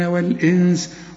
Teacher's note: خلقت الجن، إذا وقفت وإذا وصلت برضو غن النون، الجن والإنس، والنون بتاعة الإنس لازم نخفيها ونغنها، والإنس إلا اللام هي مشددة لكن لا تغن خلاف اللام